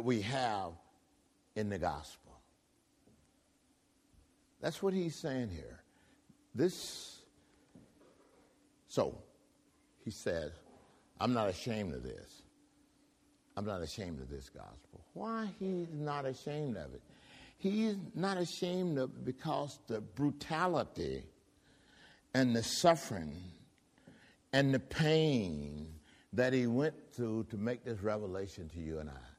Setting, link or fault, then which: setting, large echoing room